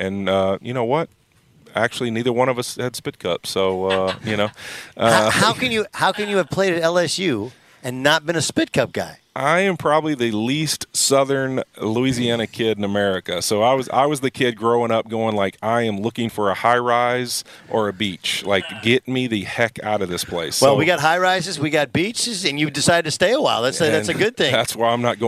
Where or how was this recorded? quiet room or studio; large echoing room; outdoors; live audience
outdoors